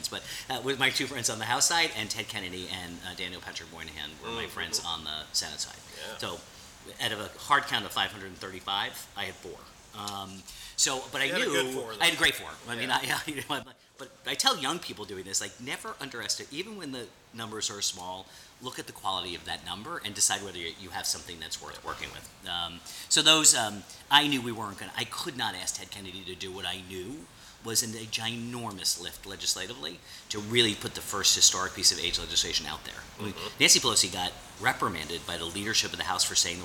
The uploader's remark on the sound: Recorded at the wonderful Georgian restaurant, Supra at 11th and M, NW.